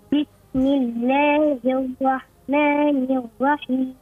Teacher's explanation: افتح الفم في اللام والفتحه ولا تشمم فتحه الراء الضمه